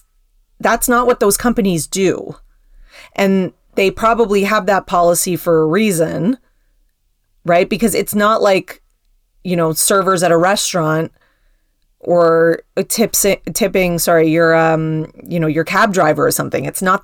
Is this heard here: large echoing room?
no